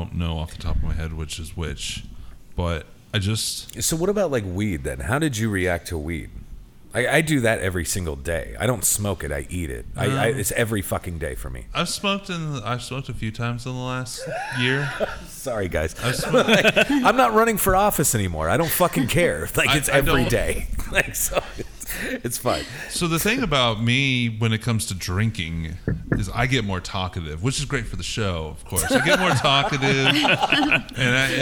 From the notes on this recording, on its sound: The gang got together and recorded this episode live from Big Rip Brewing Company in KC.